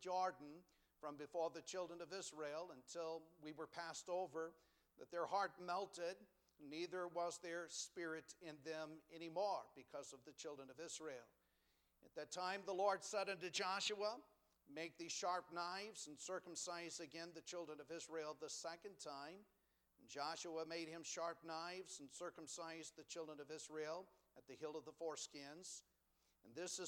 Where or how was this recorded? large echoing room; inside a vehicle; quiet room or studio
large echoing room